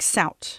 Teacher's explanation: dropping the th at the end of south, so it sounds more like sout